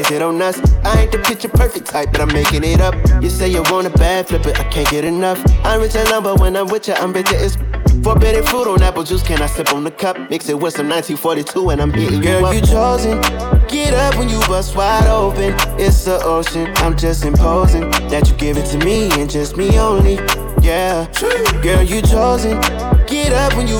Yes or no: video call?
no